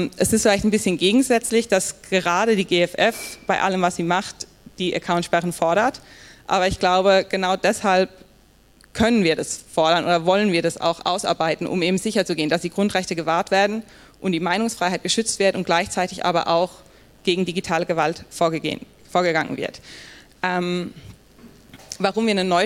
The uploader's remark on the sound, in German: Die zentralen Punkte stellen wir in einem kurzen Lightning Talk mit anschließender Diskussionsrunde vor – und hier stehen nicht nur wir Rede und Antwort, sondern auch das Publikum.